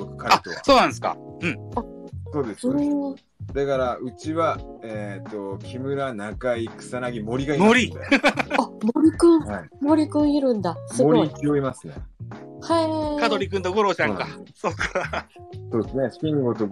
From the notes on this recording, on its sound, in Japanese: 日本ポッドキャスト協会のスペースで収録した。この音源は日本ポッドキャスト協会スペースのアーカイブです。